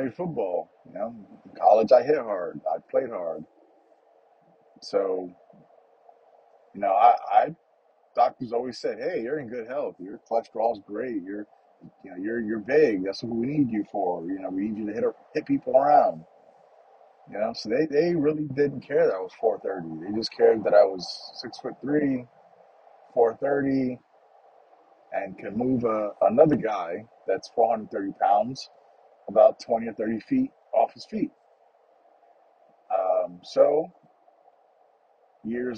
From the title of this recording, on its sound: Just the morning’s drive to work and thoughts